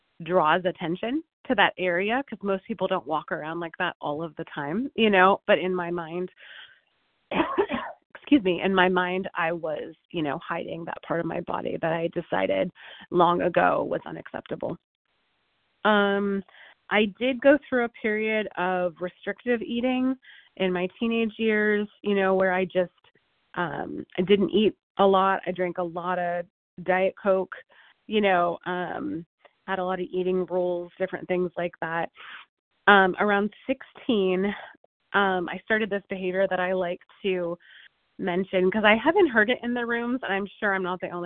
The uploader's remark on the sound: 100 Pounders Phone Meeting